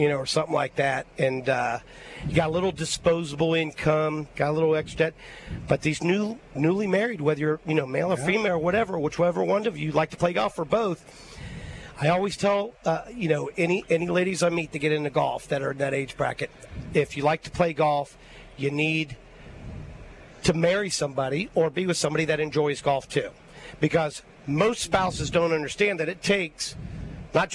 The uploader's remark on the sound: LIVE at Terry Thompson Chevrolet!